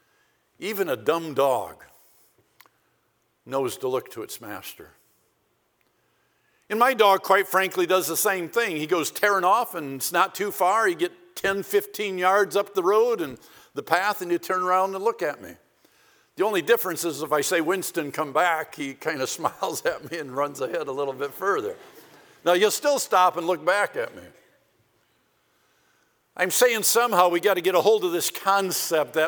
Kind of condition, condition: setting, large echoing room